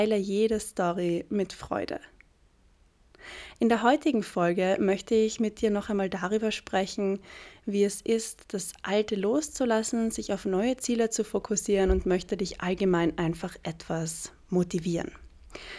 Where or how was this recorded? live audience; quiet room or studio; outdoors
quiet room or studio